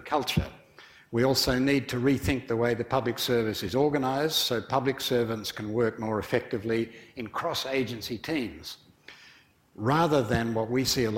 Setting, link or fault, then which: setting, large echoing room